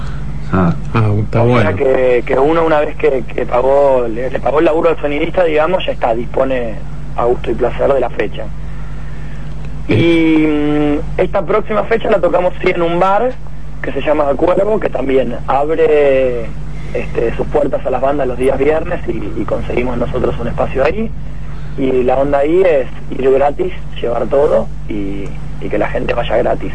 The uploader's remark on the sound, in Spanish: Nota telefónica. En Buenas Tardes Rock.